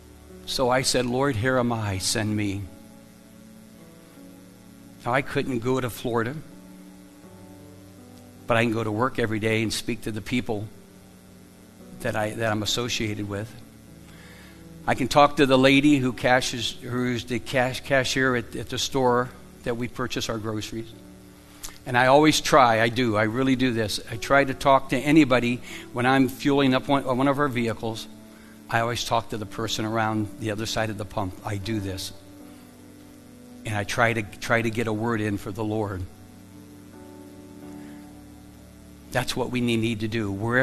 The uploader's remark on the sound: Live from The Summit Church in Dover, OH